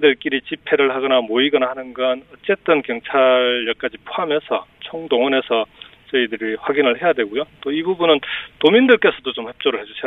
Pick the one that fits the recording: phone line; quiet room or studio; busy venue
phone line